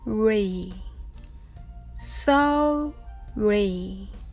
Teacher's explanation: の放送をおしまいにいたしますね。はじめはゆっくりです。そうを言った後、巻き舌で R の発音。そうを言った後にものすごく小さい日本語のうを言ってからリを発音してください